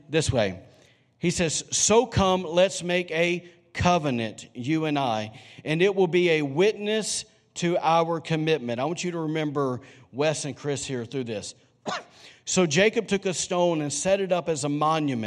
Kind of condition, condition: setting, large echoing room